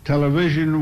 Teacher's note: Sarnoff pronounces television as television, accent on the vision